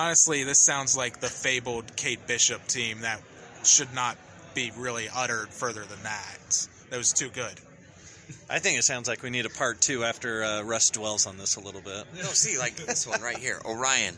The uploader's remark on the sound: Our North American correspondent. Was out and about at Gen Con 2022. To hold a live, freestyle round table chat.